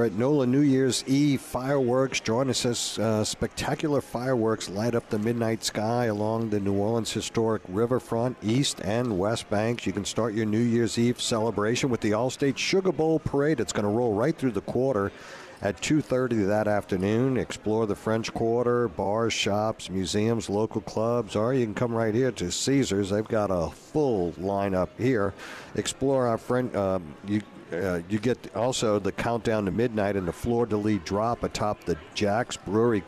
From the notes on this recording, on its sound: broadcasting LIVE from from Caesars New Orleans!